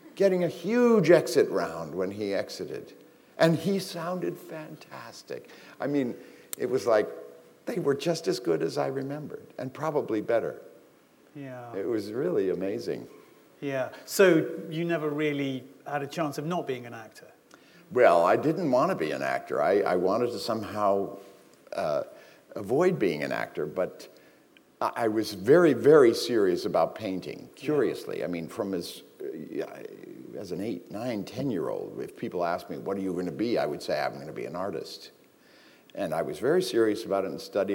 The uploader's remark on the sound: This is a recording of a live event from December 2012.